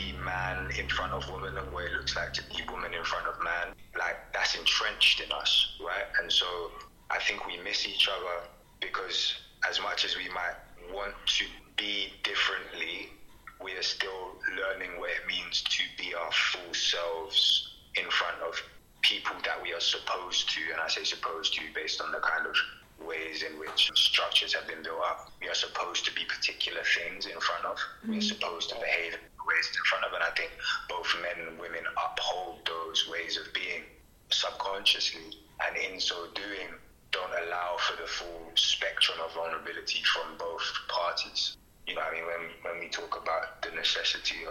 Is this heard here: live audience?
no